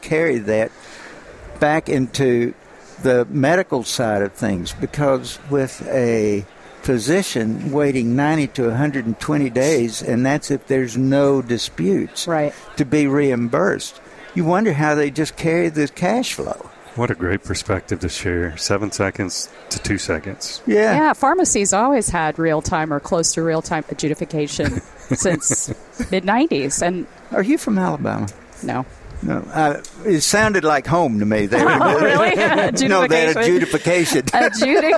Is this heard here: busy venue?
yes